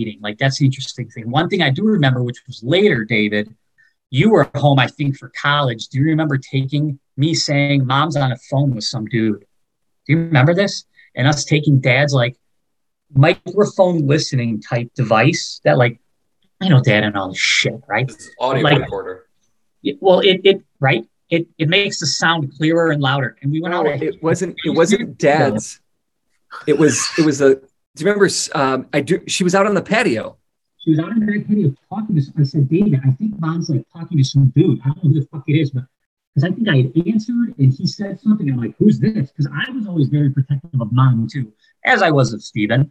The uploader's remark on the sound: This was recorded via a four way ZOOM call. Computer has a red Solo cup for a microphone.